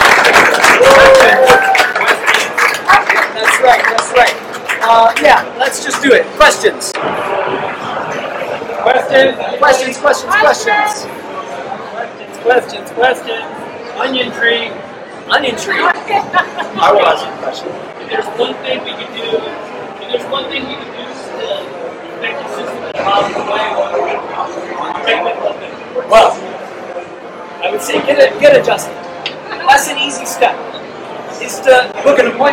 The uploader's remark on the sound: Nerd Nite COS is held the 3rd Wednesday of every month at our host sponsor COATI UPrise. Please excuse the audio technical difficulties we encountered in this episode.